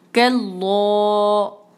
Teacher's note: آپ نوٹ کریں کہ اینڈ تک میں نے آواز کو بھاری رکھا ہے، آواز بھاری کر کے چھوڑ نہیں دی، پھر وہ جو ہے پورا بھاری جو ہے وہ نہیں رہتا، تو یہ ہو جائے گا کلو.